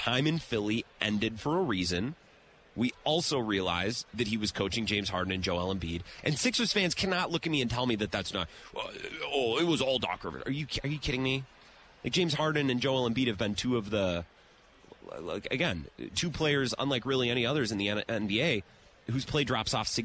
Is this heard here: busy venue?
yes